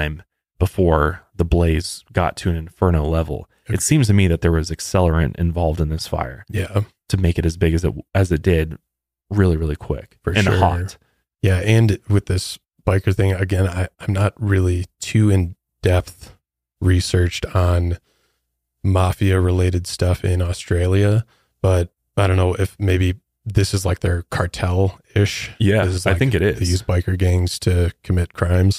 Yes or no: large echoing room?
no